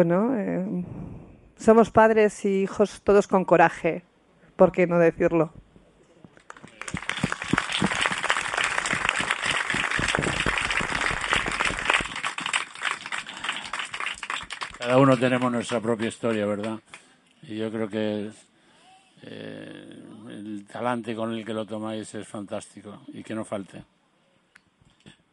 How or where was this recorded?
outdoors